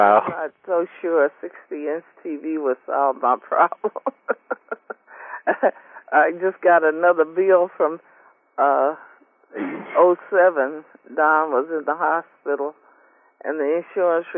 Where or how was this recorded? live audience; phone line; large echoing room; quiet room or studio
phone line